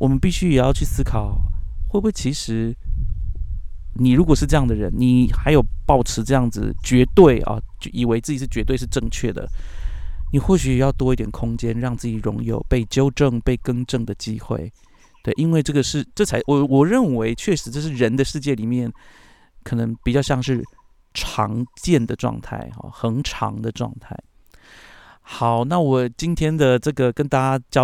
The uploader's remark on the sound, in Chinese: 把錄音室搬到陽明山不知名的山徑裡。